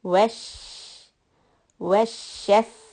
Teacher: sheen has shadda. We still want to give it time.